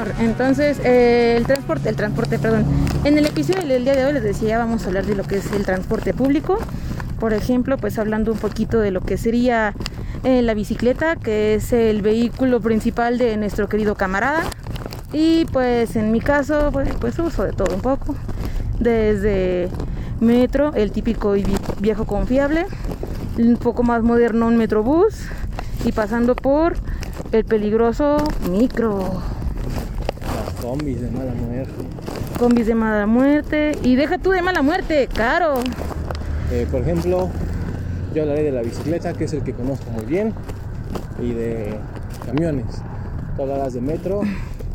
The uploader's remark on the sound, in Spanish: Disculpen por el ruido pero íbamos en el criollito móvil y apenas y podíamos mantener el equilibrio